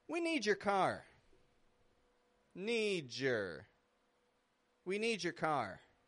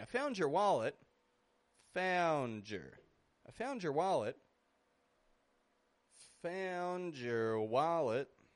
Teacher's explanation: if the word before your ends in a D, it sounds more like jur.